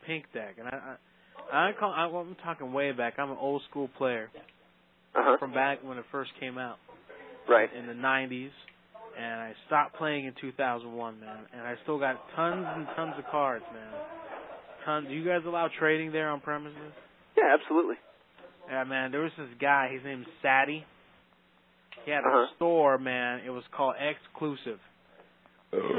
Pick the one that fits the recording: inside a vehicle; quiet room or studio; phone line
phone line